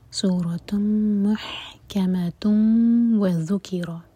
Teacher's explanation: محکمۃ کی تنوین کے بعد واو، تو ادغام غنہ کے ساتھ